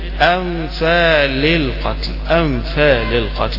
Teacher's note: جبت الهمزة من آخر الحلق وبعدين جبت النون من الأنف وبعدين جبت اللام من اللسان